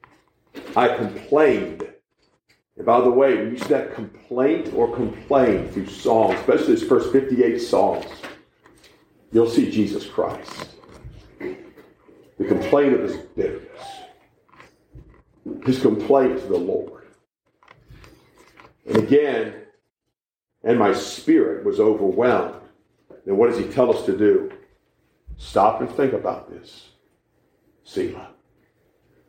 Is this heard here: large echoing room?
yes